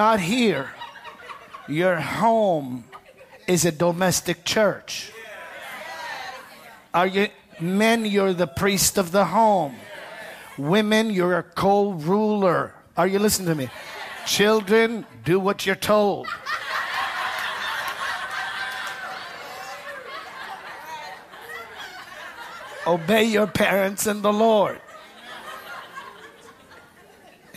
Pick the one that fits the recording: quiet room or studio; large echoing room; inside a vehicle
large echoing room